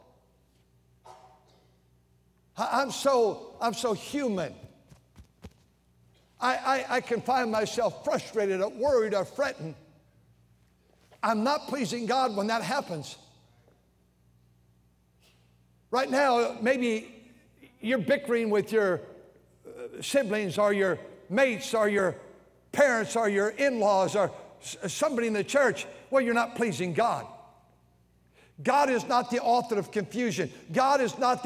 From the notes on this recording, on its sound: during the Sunday Evening service on September 17, 2023, at North Valley Baptist Church in Santa Clara, California